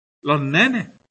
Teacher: La aspiración de la S final, eso no solamente es del andaluz, eso se da aquí.